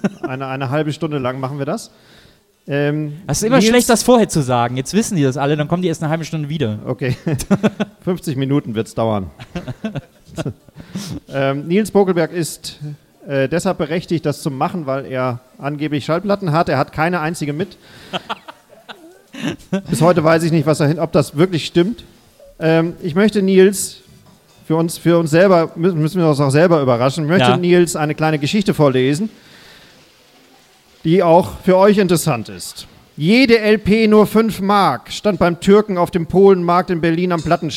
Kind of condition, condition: setting, busy venue